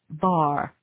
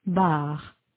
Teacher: Maintenant, comparez avec la prononciation française, bar. Vous notez que le R est plus marqué en français. Il y a une plus grande tension des muscles. · Shown in: second take · Term: le R français